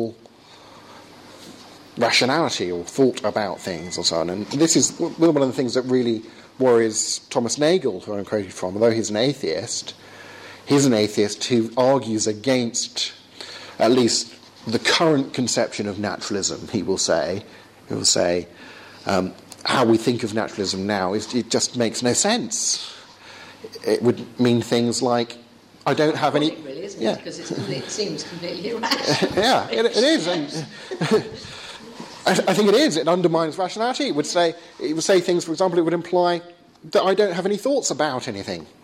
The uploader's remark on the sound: Talk with Q&A at Essex University.